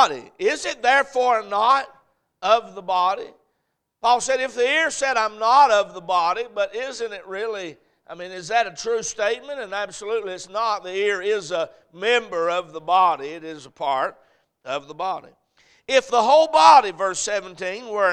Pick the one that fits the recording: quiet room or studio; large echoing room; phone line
large echoing room